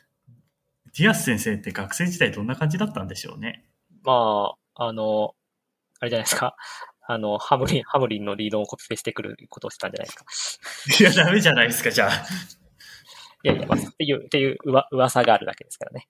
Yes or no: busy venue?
no